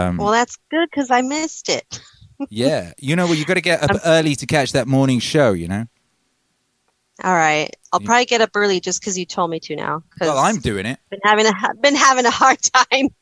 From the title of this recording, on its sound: THE CALL IN SHOW!